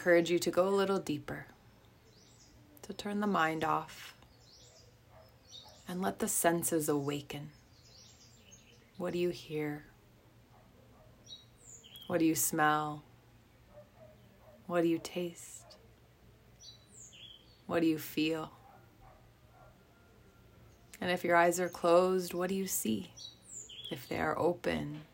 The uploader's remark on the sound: From the forest of Lake Atitlan, Guatemala, I decided it was time to hit record and get this pod party started!